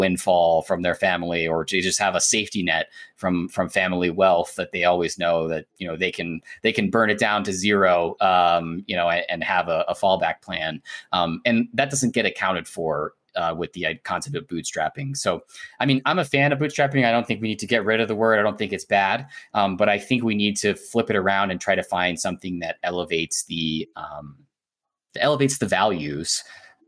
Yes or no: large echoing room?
no